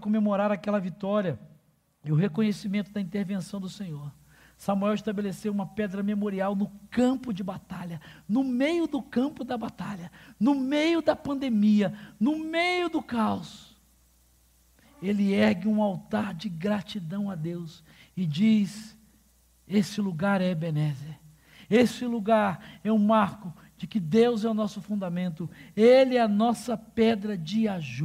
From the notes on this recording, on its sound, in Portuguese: durante a Celebração ao vivo da nossa comunidade